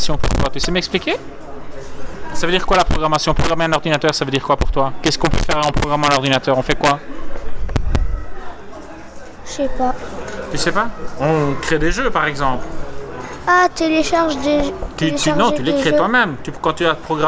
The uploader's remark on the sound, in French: En direct de Devoxx4Kids